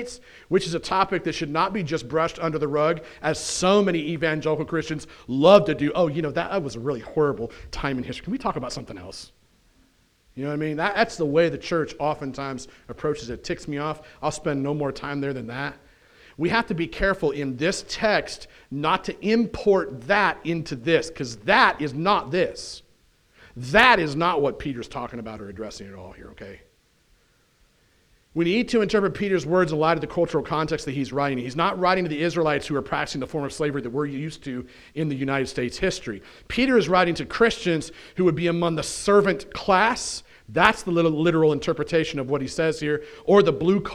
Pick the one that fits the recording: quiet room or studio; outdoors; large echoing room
large echoing room